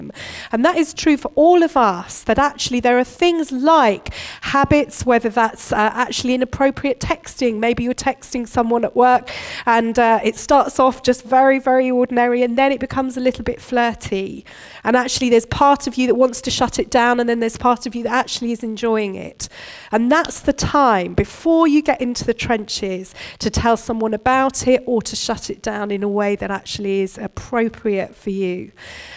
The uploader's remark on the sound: Recorded at Bournville gathering